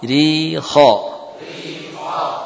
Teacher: Yang tebal apa? Kho-nya. Kasrohnya untuk ro tipis.